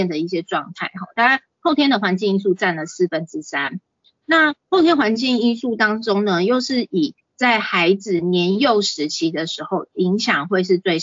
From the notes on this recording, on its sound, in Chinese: 此為線上課程錄音檔！